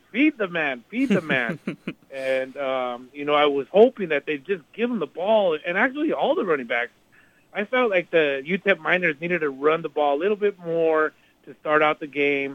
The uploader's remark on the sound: take phone calls from UTEP fans after the game